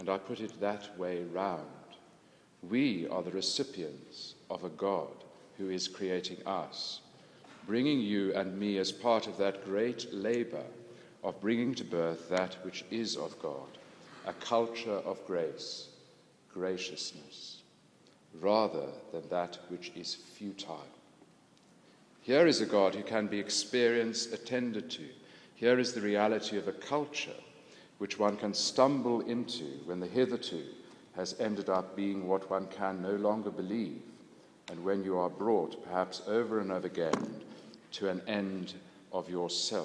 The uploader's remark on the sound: This was recorded at the London Centre for Spirituality in London and at the Church of St Mary Woolnoth in the City of London in Monday 16th May 2011.